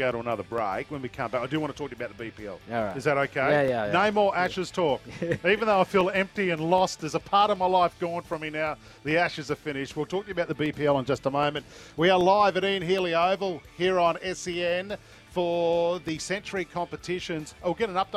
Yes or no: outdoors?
yes